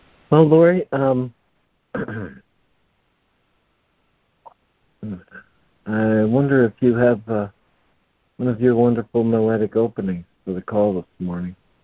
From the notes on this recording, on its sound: ACIM Daily Conference Call